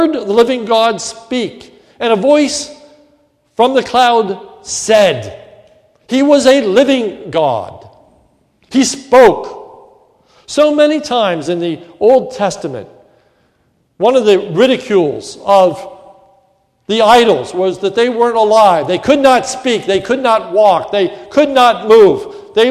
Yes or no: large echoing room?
yes